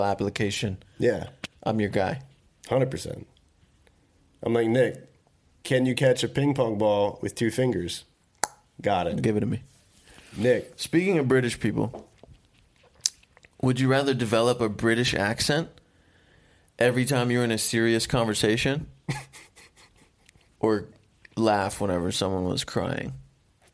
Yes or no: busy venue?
no